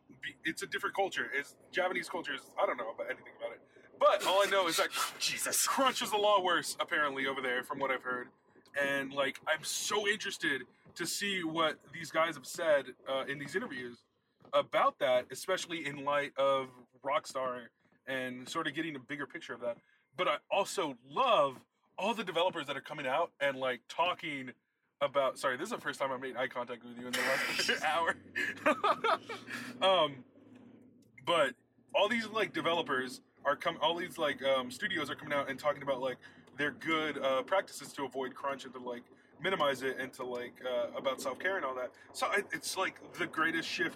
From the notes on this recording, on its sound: Recording a super short baby episode during their road trip home. Just two strange people in a car talking about video games on the literal road. Sorry for recording in a car.